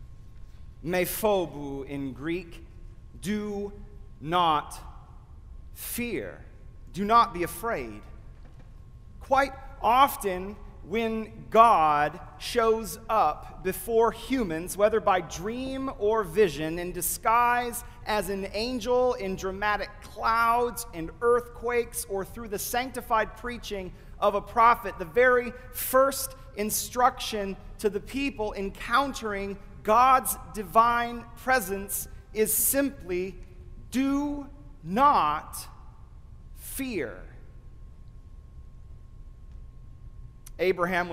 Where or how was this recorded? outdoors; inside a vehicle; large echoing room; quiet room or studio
large echoing room